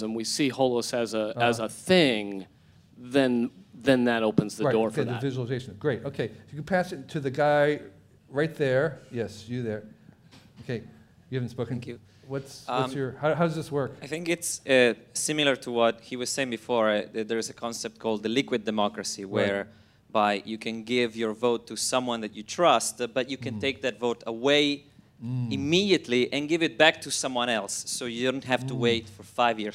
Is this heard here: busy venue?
yes